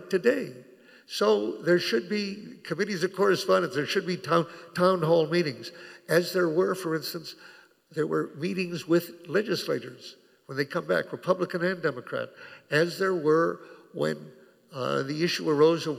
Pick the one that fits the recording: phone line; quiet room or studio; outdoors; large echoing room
large echoing room